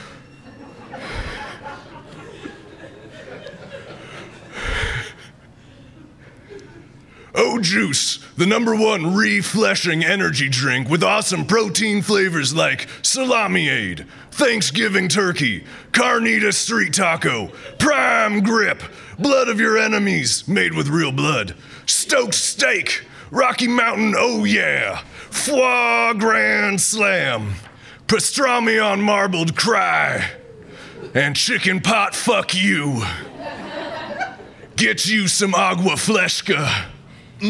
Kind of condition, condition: setting, live audience